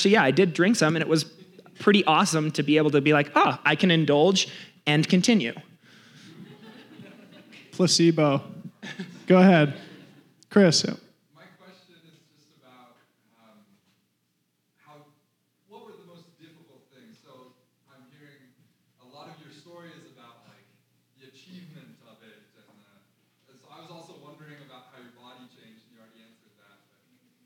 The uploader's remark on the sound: This is our first ever LIVE PODCAST! We recorded this on stage in Golden, CO after a screening of The Journey to 100.